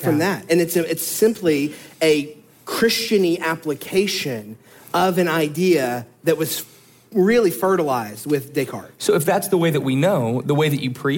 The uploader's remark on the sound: live from the Proclaim Truth Conference